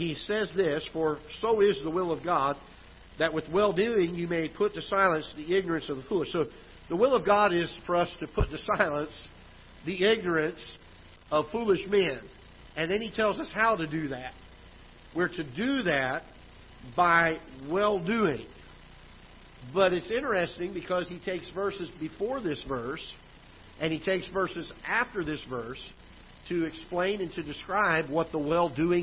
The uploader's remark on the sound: Ketha Heights Baptist Church ~ Live Broadcast